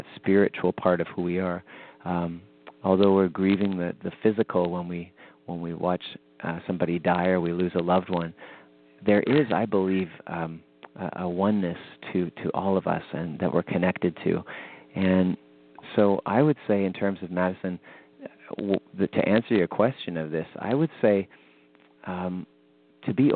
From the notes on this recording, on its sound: Weekly call in show.